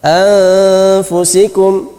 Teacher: untuk ikhfa, dan dengungnya dua harokat. Anfusikum, itunya dua harokat.